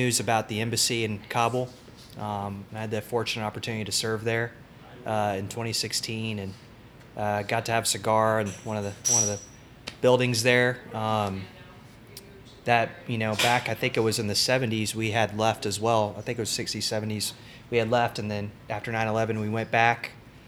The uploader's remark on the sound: Originally recorded at The Ellijay Cigar Lounge on the evening of Sept.